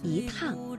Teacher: 而在去声字之前呢，要变成阳平，比如一趟